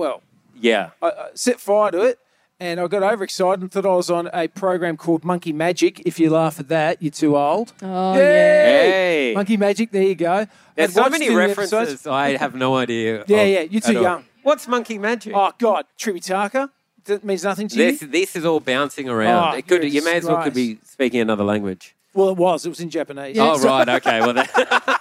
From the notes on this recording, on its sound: LIVE SHOW. Recorded Live at Comedy In The Vines 2023.